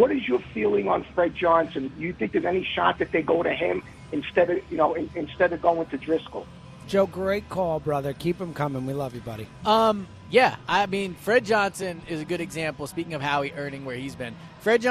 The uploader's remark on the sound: live at Parx Casino